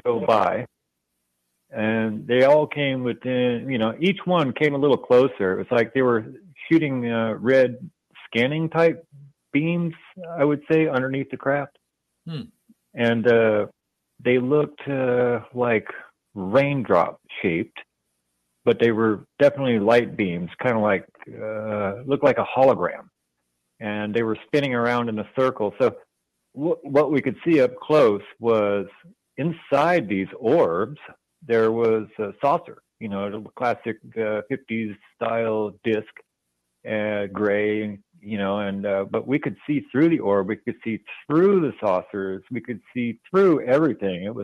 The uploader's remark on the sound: Listener Call In Show